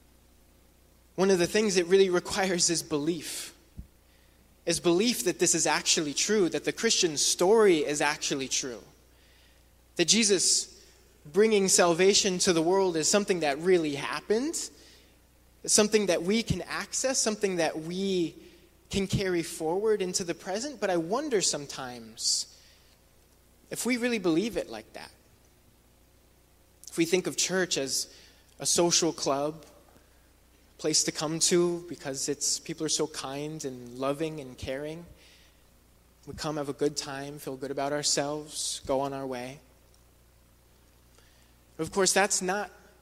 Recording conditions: large echoing room